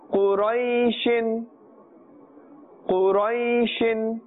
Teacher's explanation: The ra has a fatha, and therefore we are pronouncing this also with a full mouth. We are not saying quray, quray is incorrect, quray.